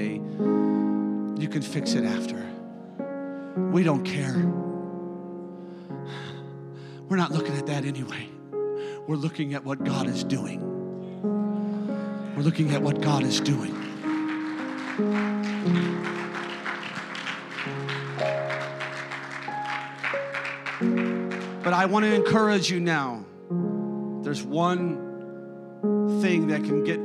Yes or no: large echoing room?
yes